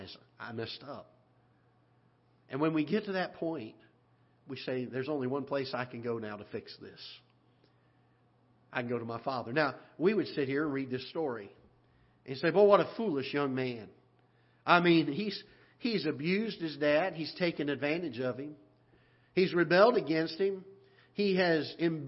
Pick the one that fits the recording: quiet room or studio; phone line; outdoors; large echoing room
large echoing room